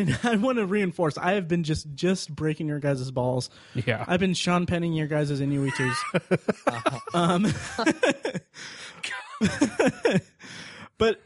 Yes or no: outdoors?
no